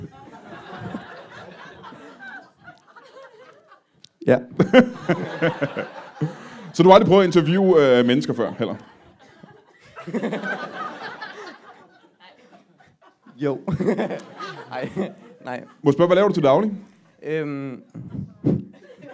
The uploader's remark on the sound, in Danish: LIVE fra Studenterhuset i Aarhus